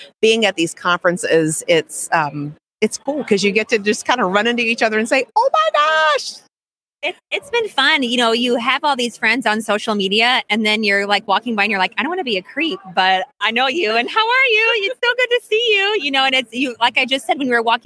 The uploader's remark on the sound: LIVE From the ADHA Conference